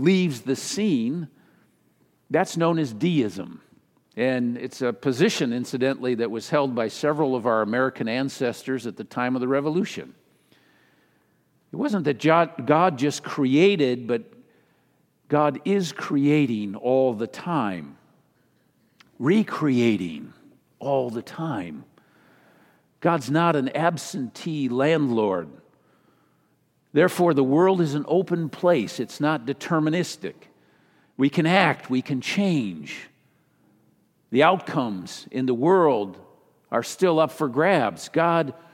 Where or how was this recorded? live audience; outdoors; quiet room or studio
live audience